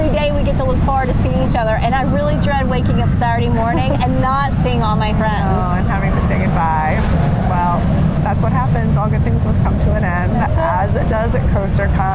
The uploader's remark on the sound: Coaster Con 45 - Part 2: Live From Carowinds. Featuring a diverse mix of our passionate ACE members and the dedicated park employees.